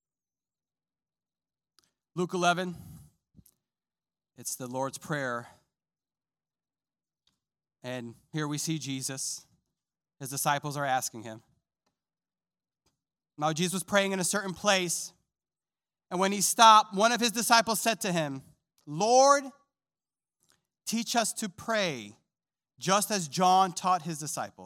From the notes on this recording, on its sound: This sermon was recorded live on Sunday, October 3rd, 2021 at Newark United Pentecostal Church.